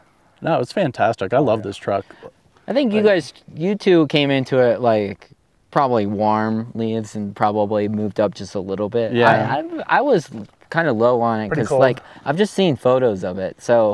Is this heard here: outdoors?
yes